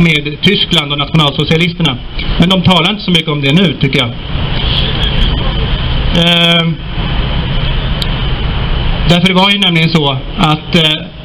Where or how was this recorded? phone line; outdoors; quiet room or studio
outdoors